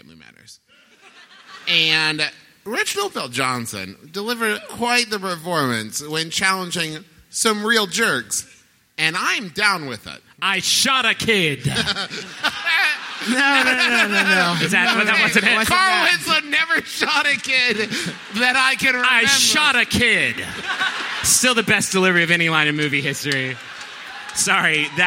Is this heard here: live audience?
yes